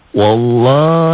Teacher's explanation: Lafad Allah jadi baca tebal. Tafhim karena sebelum lafad Allah barisnya di atas. Sebelum lafad Allah ini ada fatah.